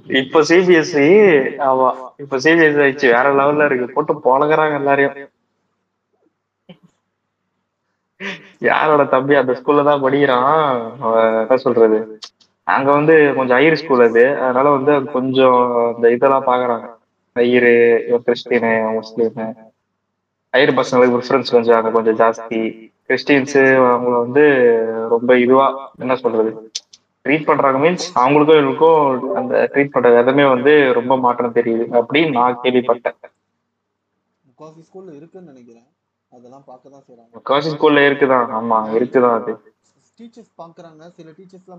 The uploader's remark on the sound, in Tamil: Audio quality konjam mosama than eruku sorry nanbergalee.